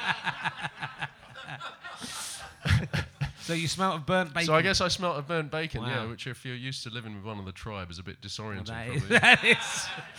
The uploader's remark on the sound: Edinburgh Fringe Podcast 2011. Luckily today's podcast audience aren't weird - well not in that way.